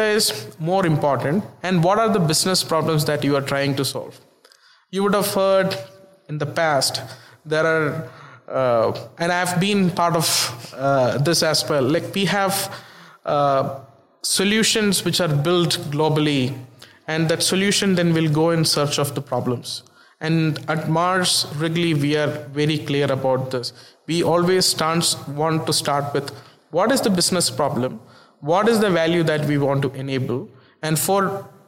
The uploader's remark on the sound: Tech Transformation is once again on the road, this time recording from Groceryshop 2022 in Las Vegas.